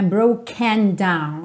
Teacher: Percebe que esse broken, esse E não aparece muito